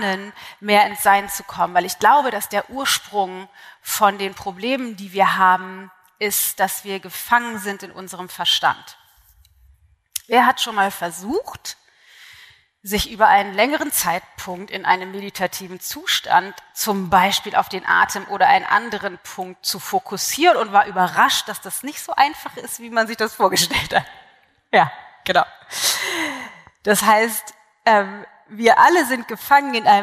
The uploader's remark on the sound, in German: Live-Aufnahme vom Into Being Event. Einen Live-Mitschnitt vom Into Being Event vom letzten Wochenende! Dort habe ich den knapp 200 Teilnehmern am Anfang die 3 Schlüssel (oder Säulen) meiner Into Being Coaching-Methode erklärt.